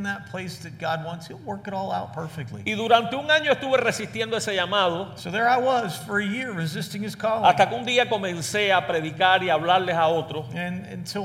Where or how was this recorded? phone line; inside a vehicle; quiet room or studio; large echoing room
large echoing room